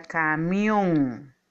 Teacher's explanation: Su sílaba tónica es mión y termina en la letra N, por lo tanto lleva acento ortográfico.